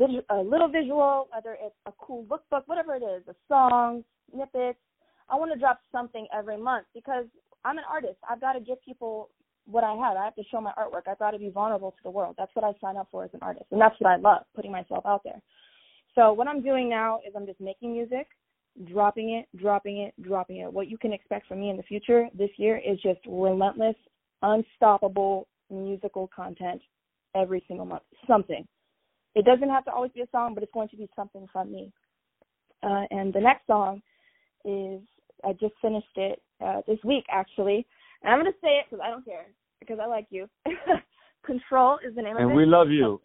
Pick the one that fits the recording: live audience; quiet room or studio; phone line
phone line